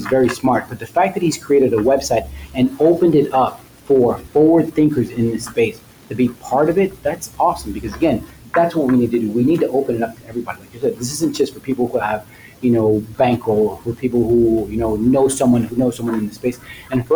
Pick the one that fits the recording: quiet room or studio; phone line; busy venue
busy venue